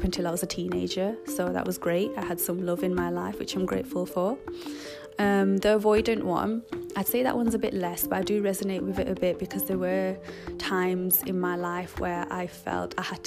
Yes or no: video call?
no